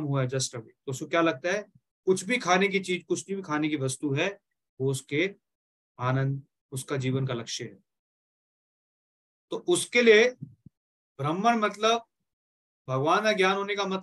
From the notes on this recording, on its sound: Zoom recorded session